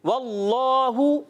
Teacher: اس سے پہلے زبر اور پیش آ جائے تو اس میں جلالت کے لام کو پر کر کے پڑھتے ہیں یعنی موٹا کر کے پڑھتے ہیں